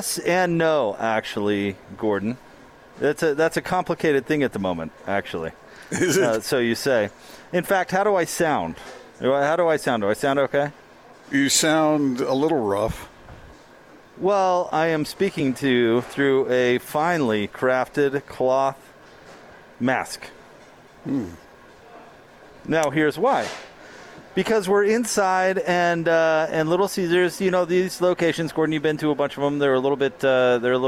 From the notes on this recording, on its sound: LIVE at Little Caesar's